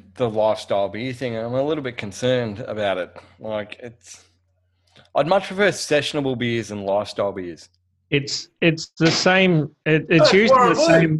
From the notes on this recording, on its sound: into the coolroom zoom room